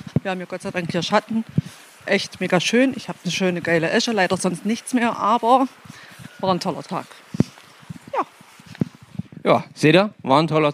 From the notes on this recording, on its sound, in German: Ein Folge mit tollen Live Mitschnitten vom Wasser und Erzählungen von zu Hause am Mikrofon.